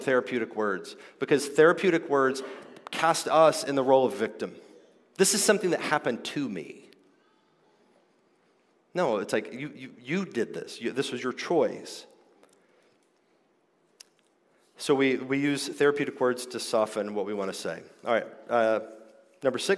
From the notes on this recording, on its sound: This episode is a live recording. From the 2023 King's Domain Conference.